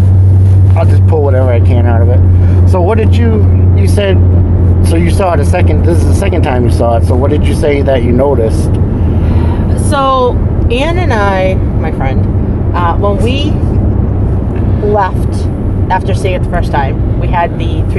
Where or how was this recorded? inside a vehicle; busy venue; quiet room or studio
inside a vehicle